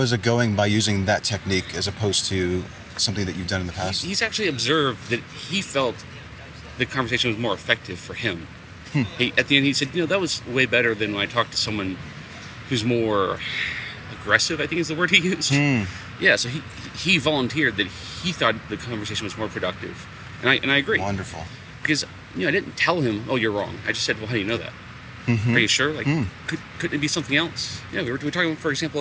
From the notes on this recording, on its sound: Location: San Antonio, Texas. Recorded w/Go-Pro.